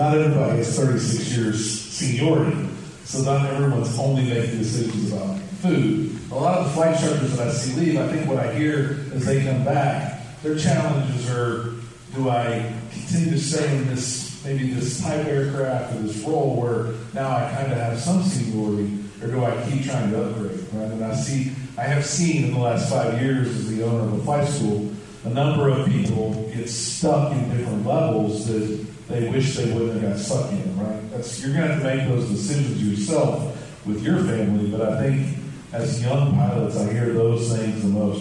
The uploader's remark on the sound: LIVE at EKU!